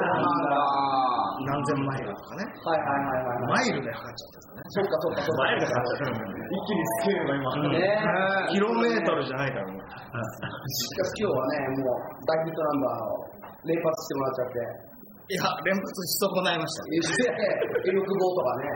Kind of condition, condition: setting, busy venue